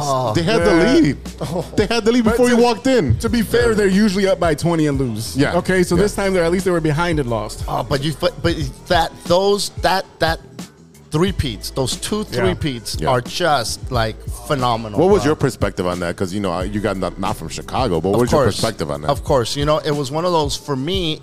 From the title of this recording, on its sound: LIVE from Estrella Negra!